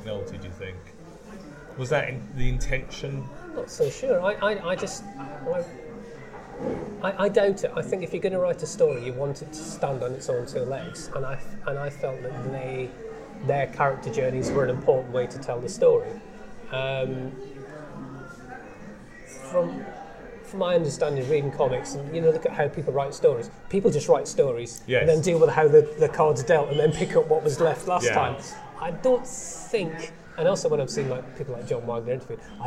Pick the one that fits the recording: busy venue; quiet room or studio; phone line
busy venue